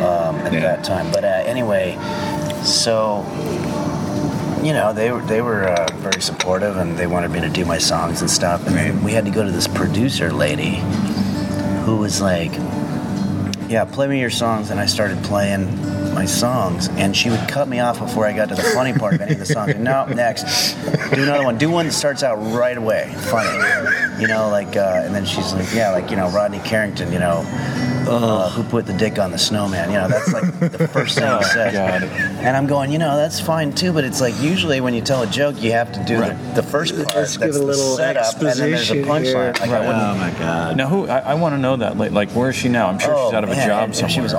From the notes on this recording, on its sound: at The Palihouse in West Hollywood.